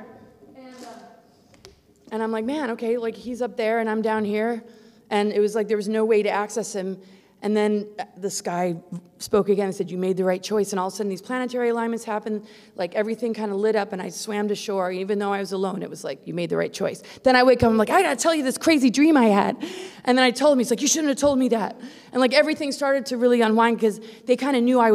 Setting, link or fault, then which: setting, live audience